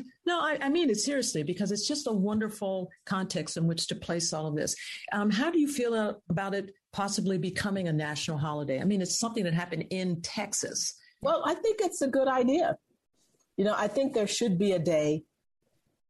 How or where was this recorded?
video call